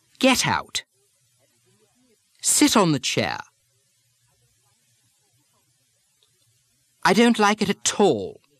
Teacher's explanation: Hit, get, sit, at. In fact, when the next word starts with a vowel, the T often seems to carry over to the next word.